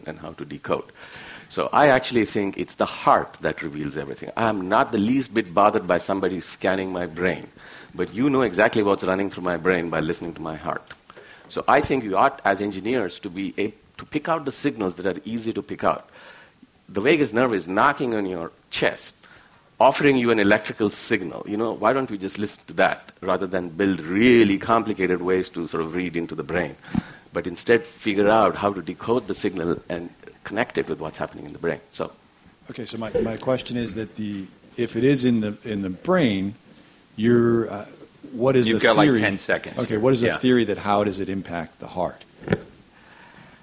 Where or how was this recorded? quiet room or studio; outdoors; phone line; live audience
live audience